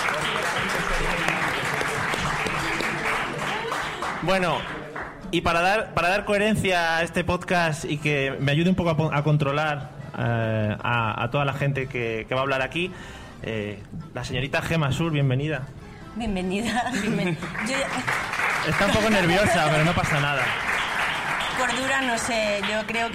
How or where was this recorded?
live audience